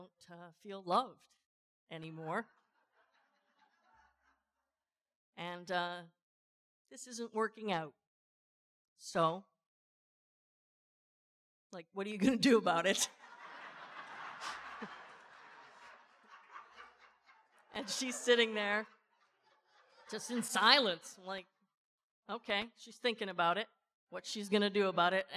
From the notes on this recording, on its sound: the closing speaker for the Sobriety Under the Sun conference in Puerto Vallarta 2024